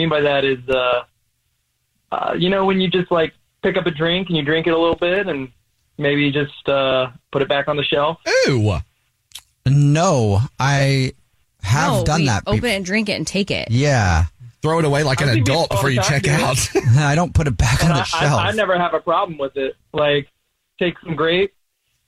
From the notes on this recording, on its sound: We have a listener on the phone